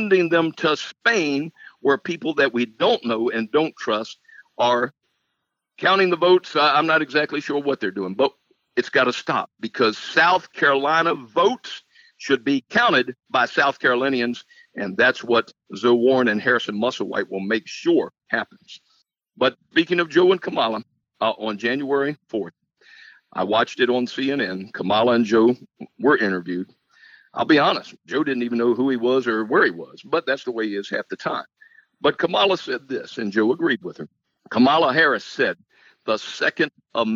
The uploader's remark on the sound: In this episode we have a phone interview.